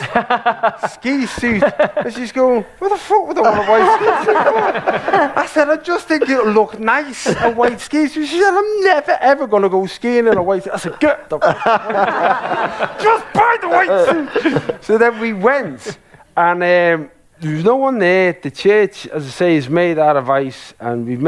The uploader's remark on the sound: live episodes recorded at the Edinburgh Fringe festival